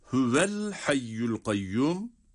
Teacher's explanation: Burada hüveye hareke verince yani vav harfi harekeli okununca sonraki el hayyul kayyum dediğimiz yerdeki el hayyu kelimesinin başındaki harekeli olan hemze okunmadan düşer · Term: vasıl hemzesi